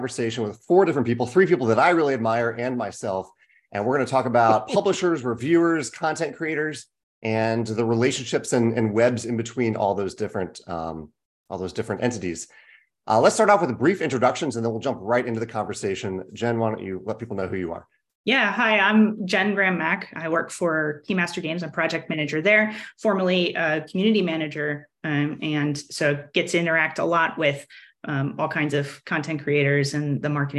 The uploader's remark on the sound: hosted a Zoom panel